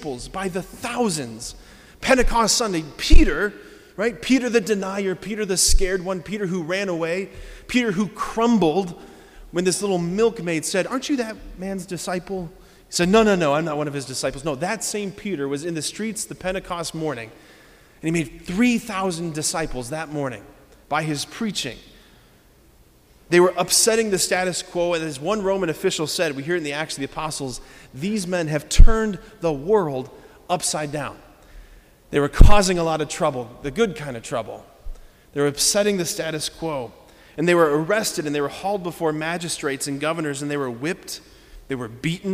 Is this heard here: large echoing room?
yes